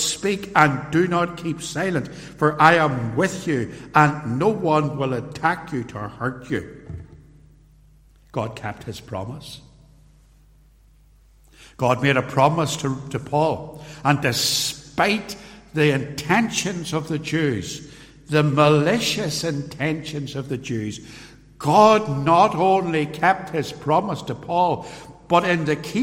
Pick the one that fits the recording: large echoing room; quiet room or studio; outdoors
large echoing room